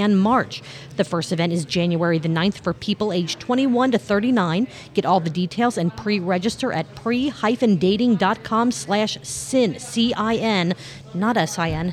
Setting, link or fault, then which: setting, busy venue